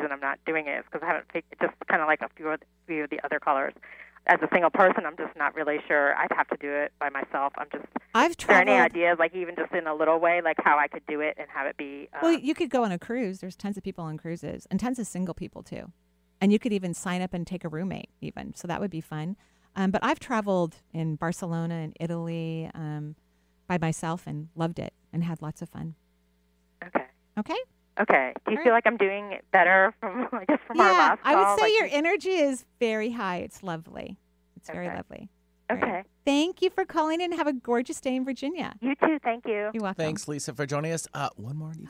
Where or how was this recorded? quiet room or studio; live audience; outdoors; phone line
phone line